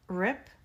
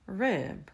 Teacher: В первом случае э звучит короче, потому что там на конце глухой п. Сильный. Сильный п а в другом случае rib на конце слабый б и гласный звучит немножечко длиннее.